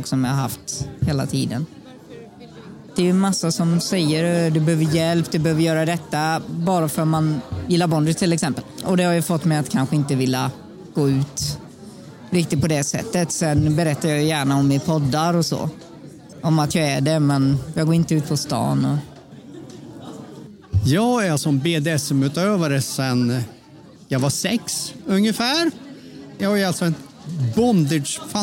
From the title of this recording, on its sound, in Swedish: Special från erotikmässan Kink Bash!